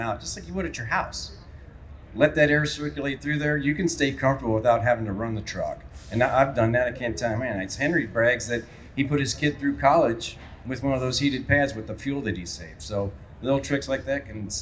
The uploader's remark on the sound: a panel discussion held at the Mid-America Trucking Show last month